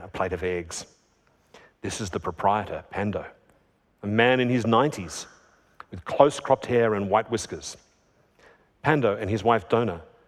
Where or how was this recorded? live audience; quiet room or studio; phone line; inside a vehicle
live audience